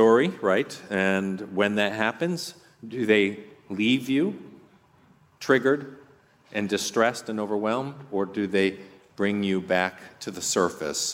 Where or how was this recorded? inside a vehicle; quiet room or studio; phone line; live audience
live audience